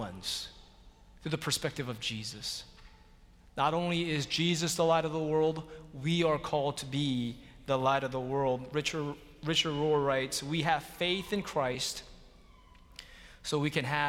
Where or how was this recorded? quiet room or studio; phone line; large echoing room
large echoing room